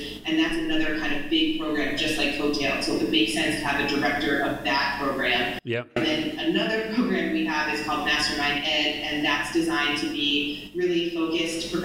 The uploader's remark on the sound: Sorry for the audio quality on this one, I had some problems recording and we cleaned it up as best we could.